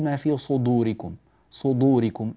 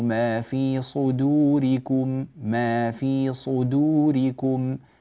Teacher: الصاد مفخمة قوية، الدال مرققة خفيفة · Shown in: second take